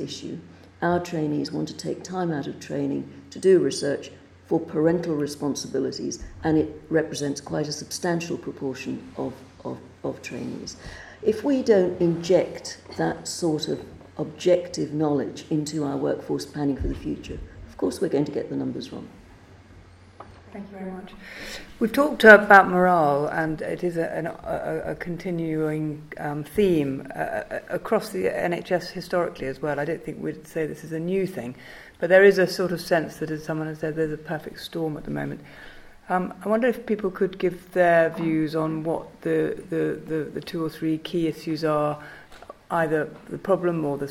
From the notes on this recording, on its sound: In The BMJ roundtable, recorded at the Nuffield Trust Health Policy Summit on Friday 4 March 2016.